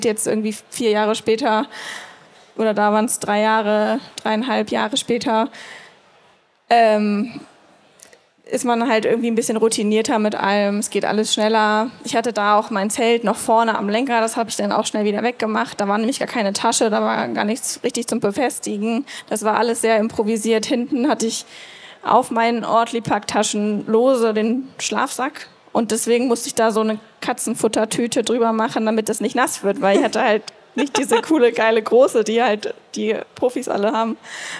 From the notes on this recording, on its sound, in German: Live Podcast auf der Eurobike 2023. Live auf der Bike Travel Stage der EUROBIKE 2023.